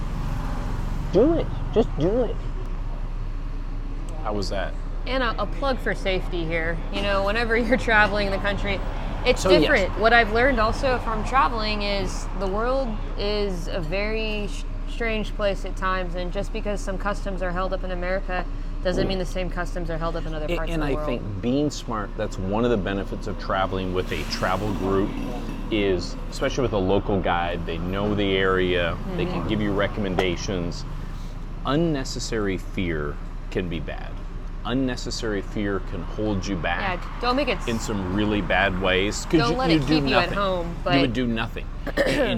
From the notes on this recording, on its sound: Enjoy the city sounds of Chiang Mai, Thailand whilst the docs enjoy a spicy meal.